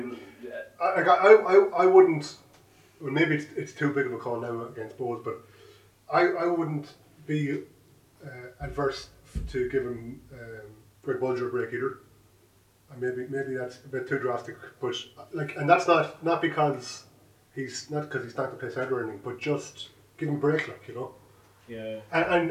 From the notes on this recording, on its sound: Return to record episode 37 in person, in the flesh, in a single space! This has lead to a reduction in audio quality.